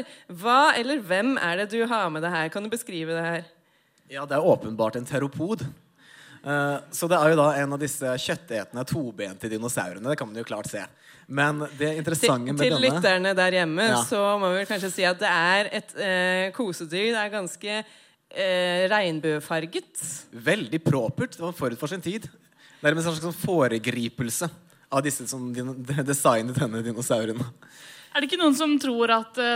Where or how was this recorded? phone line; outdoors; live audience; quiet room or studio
live audience